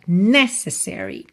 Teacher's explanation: A palavra necessary tem a sílaba tônica na primeira sílaba